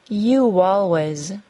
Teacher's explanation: You always was linked with a W sound. If the W sound or Y sound is not added between the words, the two words can get muddied and less clear.